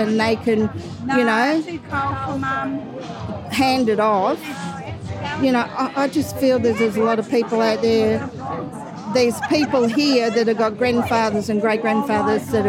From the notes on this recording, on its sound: Reports from the Now and Forever concert in the regional Victorian town of Shepparton.